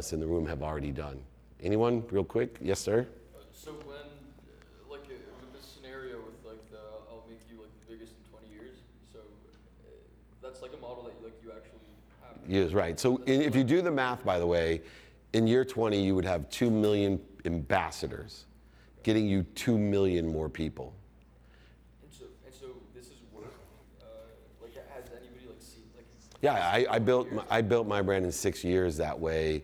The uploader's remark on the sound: In his keynote at the VeeCon Visa Creator Stage